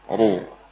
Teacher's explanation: Huruf ra dibaca tebal saat dhammah